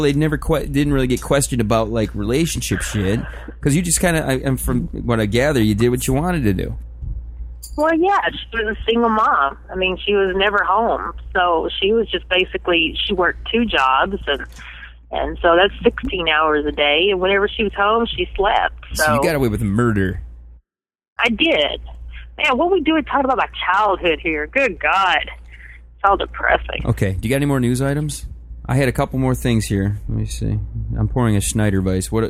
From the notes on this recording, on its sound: Via the phone. In studio do some news.